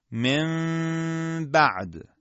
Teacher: باید بدونیم که عمل اقلاب با دو حرکت غنه همراهه، بدین معنی که وقتی صدای نون ساکنه به میم ساکنه تبدیل شد به اندازه دو حرکت در مجرای بینی باید صدا رو کشش بدیم و امتداد بدیم